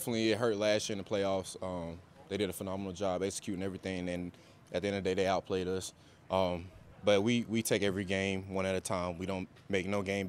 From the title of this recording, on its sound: Press Conference